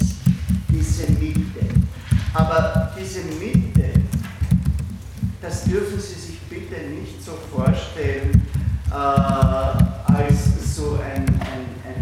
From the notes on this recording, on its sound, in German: Diese Vorlesung wurde von Studierenden aufgenommen